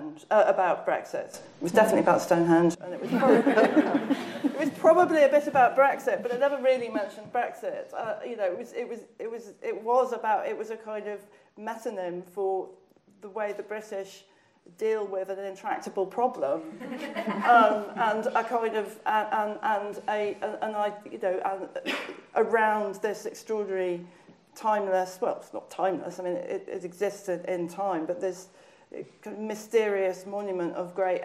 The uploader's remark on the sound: We return to the International Literature Showcase. This event was recorded at the Free Word Centre.